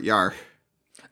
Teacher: There's kind of like a slightly breathy sound after the R, Yar. Okay, so it's like an aspirate type thing.